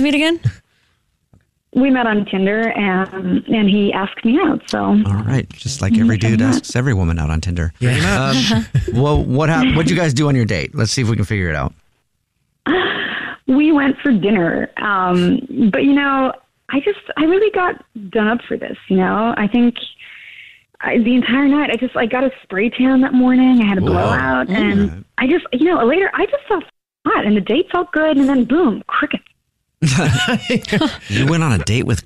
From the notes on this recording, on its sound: We get that other person on the phone